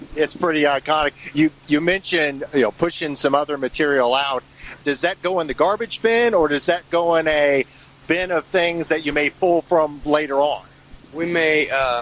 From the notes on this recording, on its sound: Interview recorded June 1, 2019, at the Tiger Room in Louisville KY.